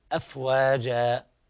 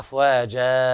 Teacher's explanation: أفواجا مد طبيعي لا يزيد عن حركتين · Shown in: first take · إذا قلنا أفواجا هذا صار زائد، هذا خطأ.